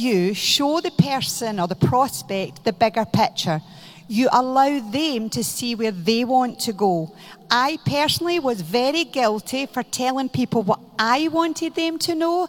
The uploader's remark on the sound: This video is from the Maze panel at Success Summit 2019